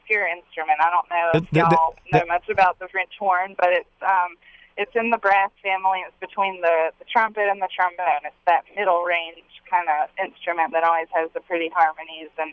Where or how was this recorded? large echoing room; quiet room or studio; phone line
phone line